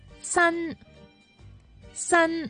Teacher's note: 发 N 韵尾的时候，舌尖要向上翘，抵住上齿背。